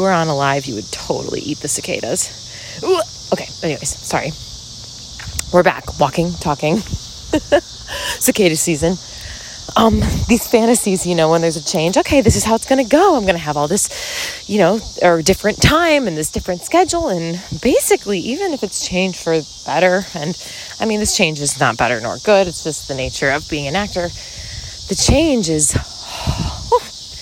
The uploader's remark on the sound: Walk & Talk. On a walk through the neighborhood!